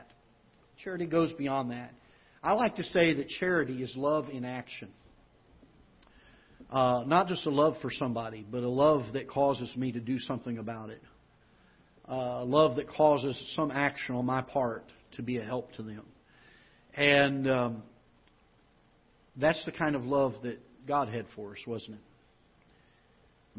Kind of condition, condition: setting, large echoing room